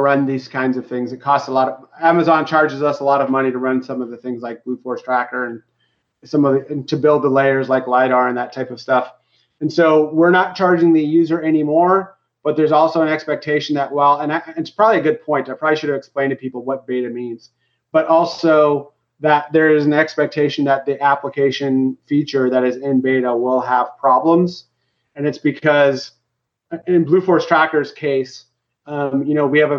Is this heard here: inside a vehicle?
no